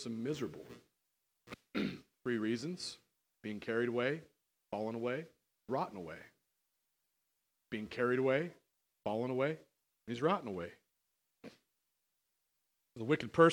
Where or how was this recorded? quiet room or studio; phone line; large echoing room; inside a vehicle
large echoing room